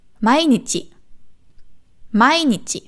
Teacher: Hier ist es so, dass das erste betont wird. Nicht mai nichi, nicht nichi.